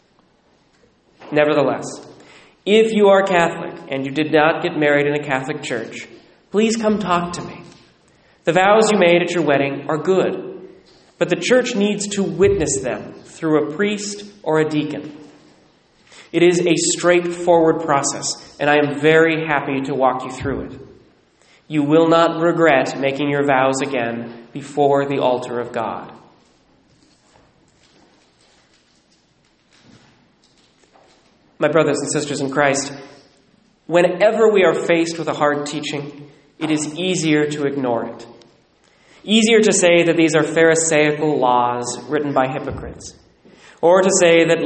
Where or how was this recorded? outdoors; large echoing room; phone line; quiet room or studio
large echoing room